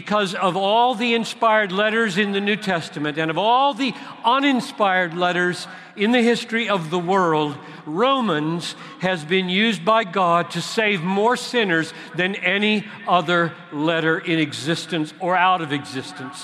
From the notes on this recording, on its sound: At the CROSS Conference in Louisville, where thousands gathered to discern their call to the nations.